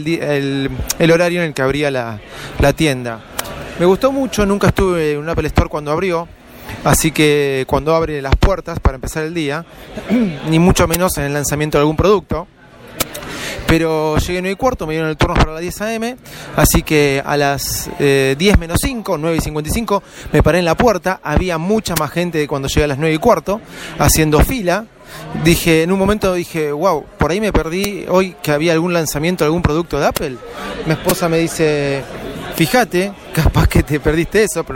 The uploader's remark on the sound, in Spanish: DESDE APPLE STORE EN VIVO